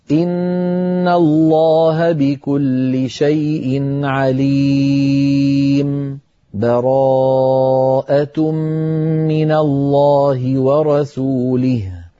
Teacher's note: كل هذه الأوجه جائزة مع السكت كما هو الحال عند الوقف، لأن المسكوت عليه حكمه حكم الموقوف عليه. لذلك أنا لما قرأت الآن مددت العارض للسكون أربعة مع أني سكت